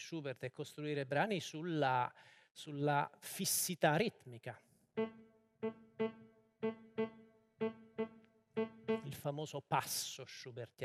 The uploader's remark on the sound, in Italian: Dal Maggio Musicale Fiorentino. Registrata a Firenze, Teatro del Maggio il 5 febbraio 2023.